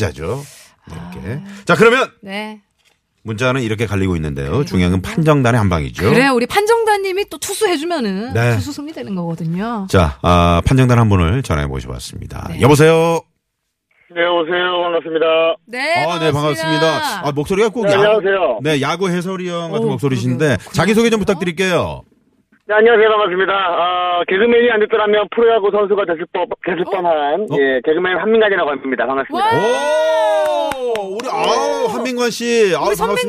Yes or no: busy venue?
no